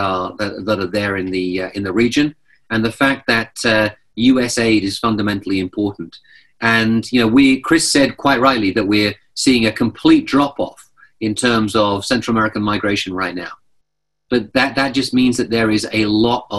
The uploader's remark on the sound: This presentation and interview are taken from a briefing we conducted over zoom